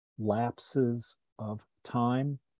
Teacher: lapses of time, that's a troche followed by an iamb